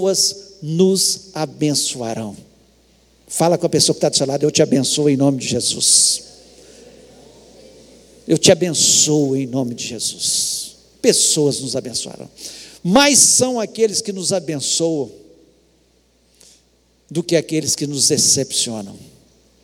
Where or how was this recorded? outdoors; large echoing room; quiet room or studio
large echoing room